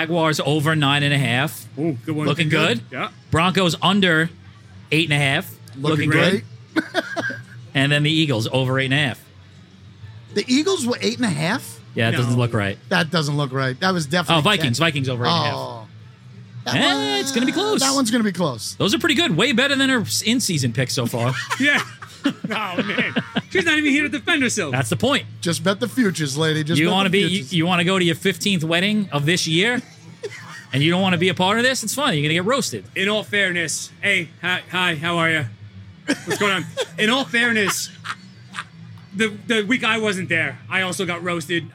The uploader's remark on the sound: drinking tiny cask beers at the Blue Point Cask Beer Festival